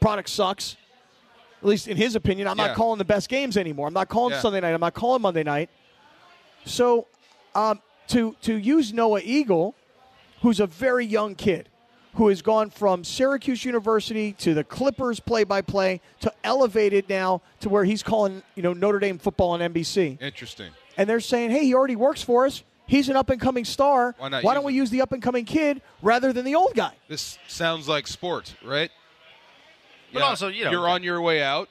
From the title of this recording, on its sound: LIVE From Yaamava!